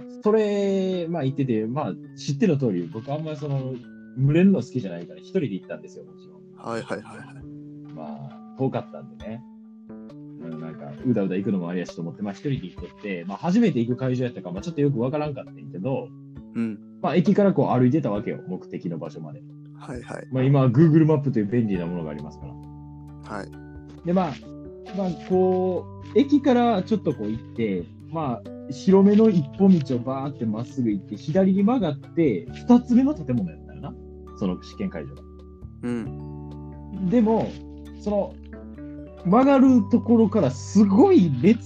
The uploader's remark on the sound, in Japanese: リモート収録のため、2人の会話にズレが発生してしまいましたがご了承下さい。